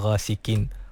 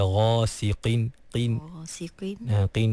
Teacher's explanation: walaupun qaf tu baris bawah, dia duduk di martabat tafkhim yang paling rendah, tapi tak bermakna qaf tu menjadi nipis sampai bertukar menjadi kaf · Shown in: second take · Jadi jangan baca ghasiqin, kena baca ghasiqin, qin, ghasiqin, qin, wa min syarri ghasiqin, siqin, siqin.